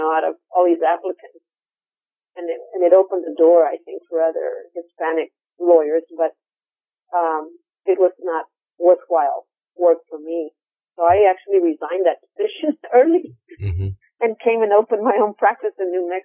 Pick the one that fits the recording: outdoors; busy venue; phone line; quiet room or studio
phone line